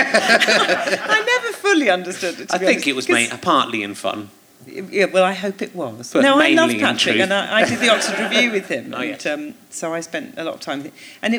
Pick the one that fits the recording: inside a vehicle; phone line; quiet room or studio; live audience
live audience